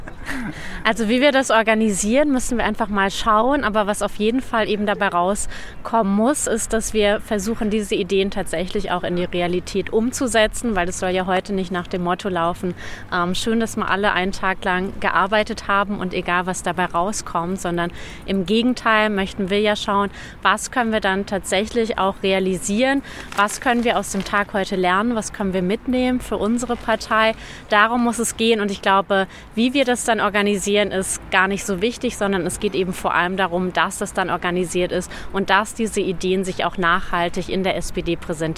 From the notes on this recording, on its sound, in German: Folge 15 – SPD Disrupt (live). Eine Folge SoziPod live von Disrupt SPD. Gespickt mit O-Tönen.